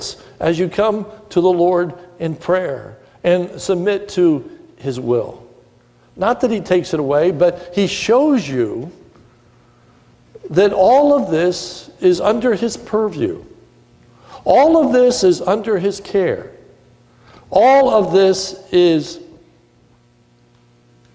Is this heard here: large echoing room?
yes